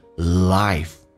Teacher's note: I 饱满一点，先发 a 再发 e